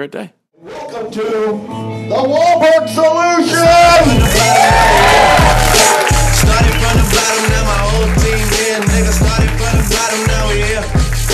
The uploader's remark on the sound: Recorded LIVE at the Upright Citizens Brigade Theatre in Los Angeles.